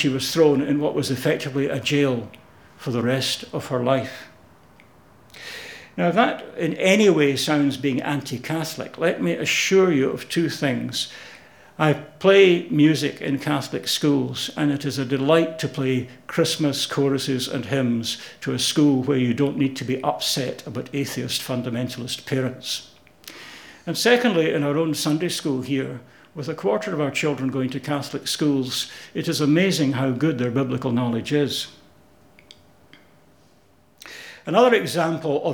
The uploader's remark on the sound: Audio podcast of morning service